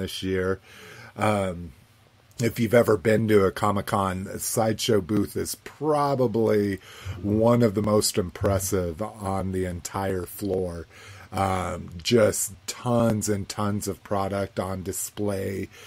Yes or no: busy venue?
no